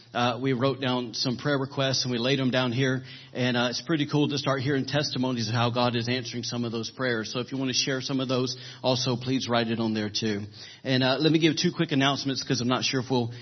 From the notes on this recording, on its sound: was recorded on April 16, 2017 during Sunday morning service at Celebration Life Family Church